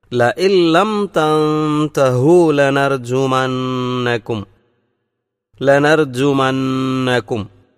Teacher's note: ലഇല്ലം തൻതഹു തൻതഹു എന്നല്ല തൻ, അതിലെ നൂനിനെ സുക്കൂനുള്ള നൂനിനെ അവ്യക്തമാക്കിയാണ് ഉച്ചരിക്കേണ്ടത്.